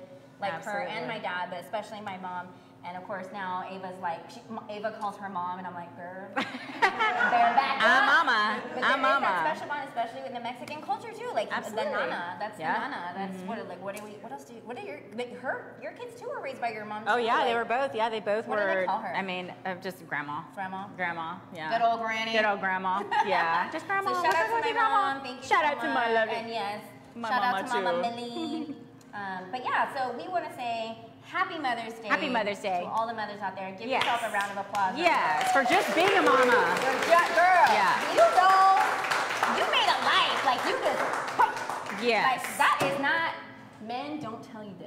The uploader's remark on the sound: With our LIVE audience from Jokesters Pub N Grub.